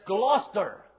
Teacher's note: they put the emphasis on the first and the last syllables, and the middle one disappears. · Term: syncope